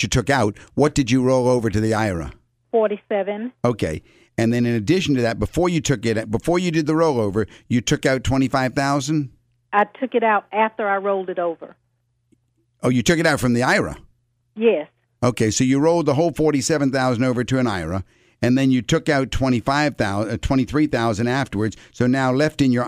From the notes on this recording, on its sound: call-in show